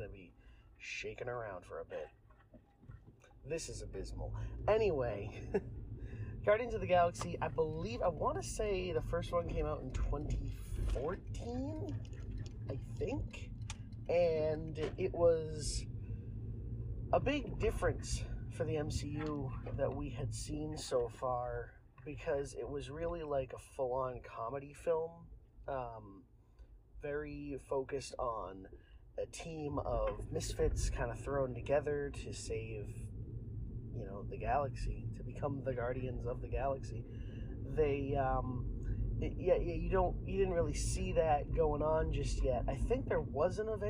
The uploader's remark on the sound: I struggled with this audio a LOT. I wanted to make a fun intro and outro, but every time the audio would mess up again.